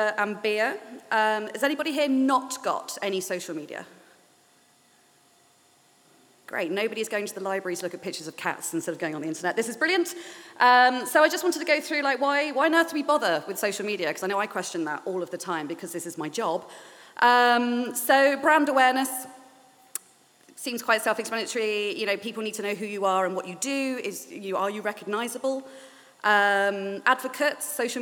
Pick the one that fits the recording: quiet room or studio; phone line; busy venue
busy venue